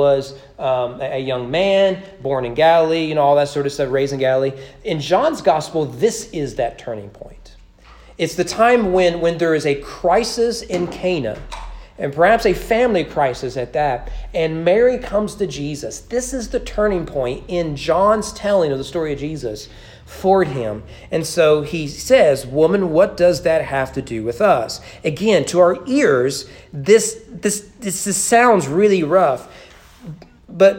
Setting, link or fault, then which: setting, large echoing room